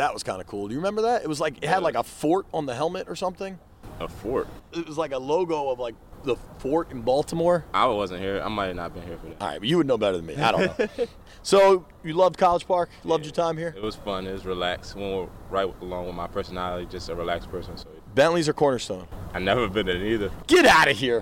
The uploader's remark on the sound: While at an NBC Sports Washington event in College Park